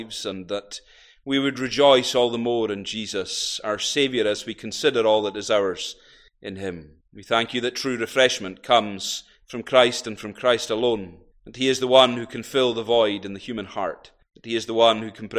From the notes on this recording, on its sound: recorded at North Harris Free Church on Sunday, 18th June 2023